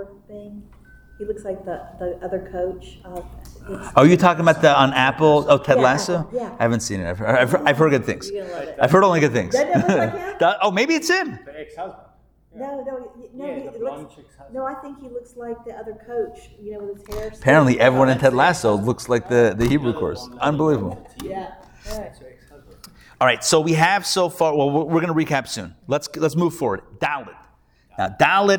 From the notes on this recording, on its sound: Recorded Live at The Torah Center ATL on Thursday, August 10, 2023